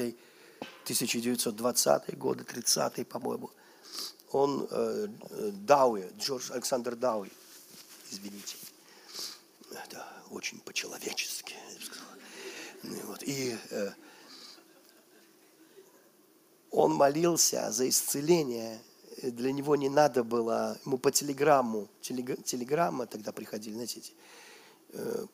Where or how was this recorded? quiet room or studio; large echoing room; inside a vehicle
large echoing room